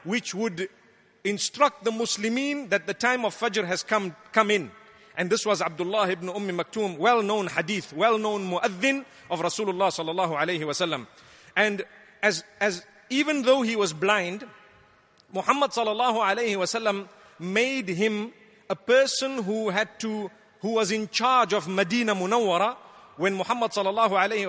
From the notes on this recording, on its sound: Delivered at Tuanku Mizan Zainal Abidin Musjid